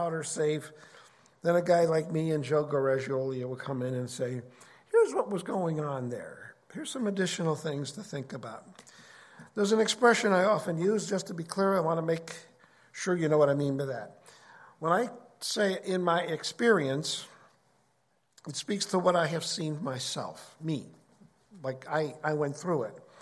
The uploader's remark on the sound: Originally Recorded at FOT 2022.